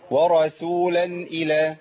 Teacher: نخلص الراء من السين، ما قولش ورسول عشان ما تبقاش صاد